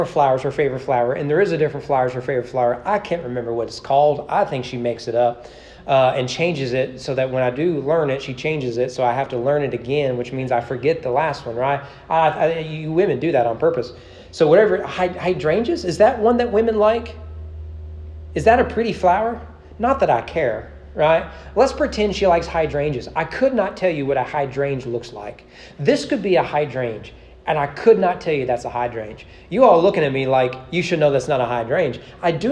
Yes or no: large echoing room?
yes